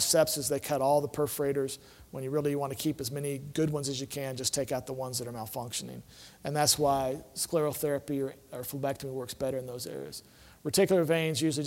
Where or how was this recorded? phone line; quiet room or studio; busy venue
busy venue